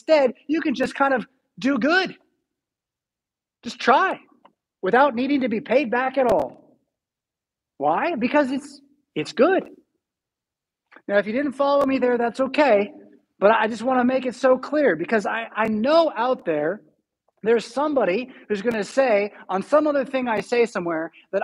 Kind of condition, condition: setting, large echoing room